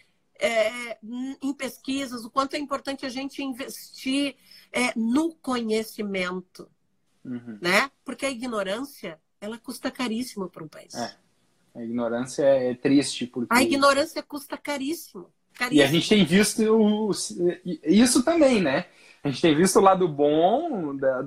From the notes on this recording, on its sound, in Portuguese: em uma live no instagram